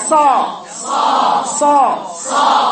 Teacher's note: الصاد برضه يبقى منحصر بين اللسان وسقف الحنك وقريب فوق · Term: الاطباق